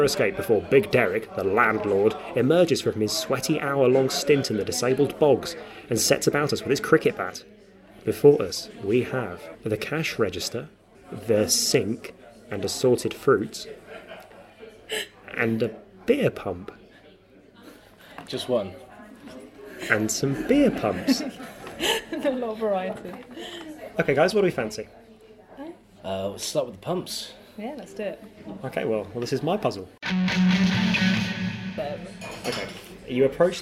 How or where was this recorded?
busy venue